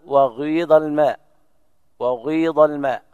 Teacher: هذا إشمام، إشمام الصوت الكسرة للضمة